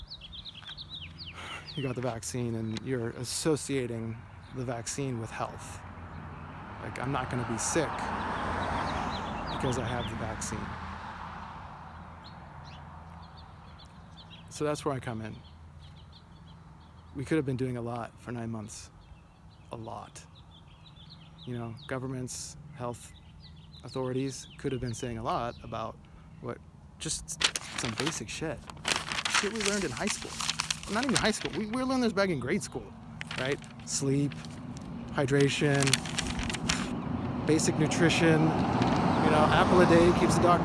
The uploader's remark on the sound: "walk and talk". I apologize in advance for the "noise" (mostly the handout I was holding in my hand). I was recording video for the first time, looking at the rear camera of my phone (not able to see myself).